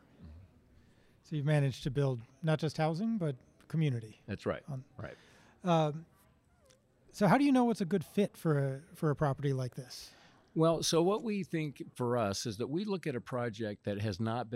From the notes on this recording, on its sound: Live from the Freddie Mac Multifamily Optigo 2019 conference!